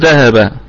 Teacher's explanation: ذهب الكلمة كلها مرققة ونقف عليها بوجه واحد بالسكون المحض ونراعي القلقلة الوسطى